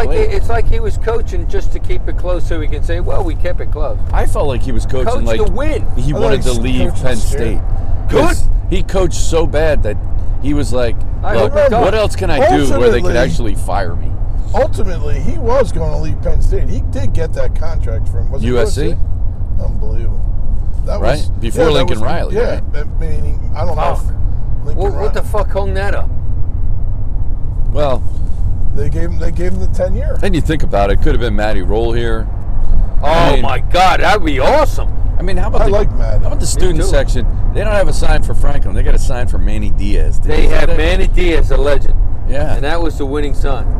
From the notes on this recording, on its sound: We are in the car driving up to Penn State for the big showdown vs Michigan.